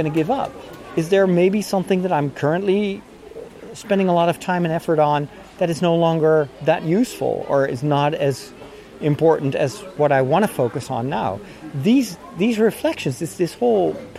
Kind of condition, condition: setting, outdoors